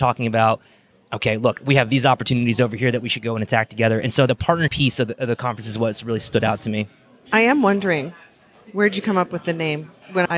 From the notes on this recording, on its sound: Recorded at HRTech